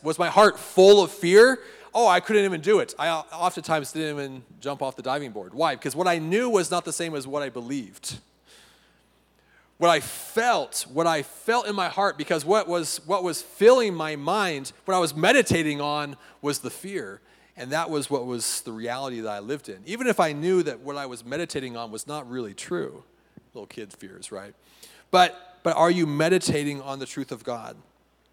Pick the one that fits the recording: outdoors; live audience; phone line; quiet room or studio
live audience